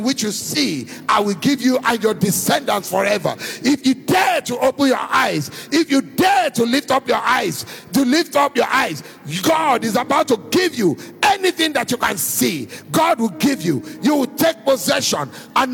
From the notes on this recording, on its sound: Recorded Live at our Warfare Wednesday service.